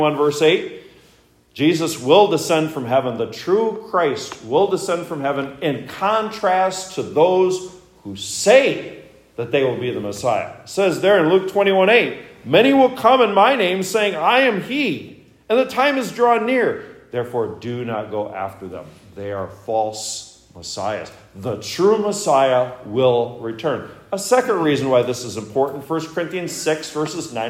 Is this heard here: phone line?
no